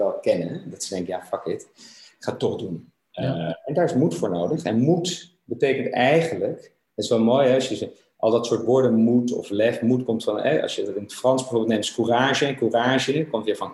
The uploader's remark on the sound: Tijdens een wekelijkse Groeisessie voor ondernemers, via Zoom.